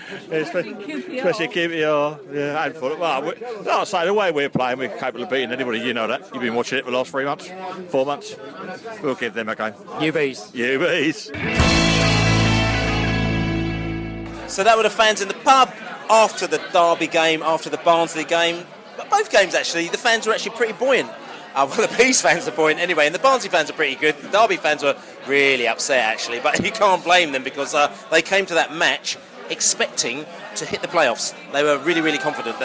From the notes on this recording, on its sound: Pre-match podcast from the pub. Joins the Beesotted crew at The Banker Pub on The River Thames near Monument.